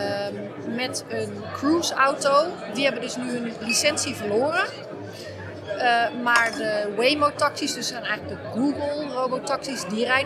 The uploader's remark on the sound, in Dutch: Live vanaf de RAI Mobility Shift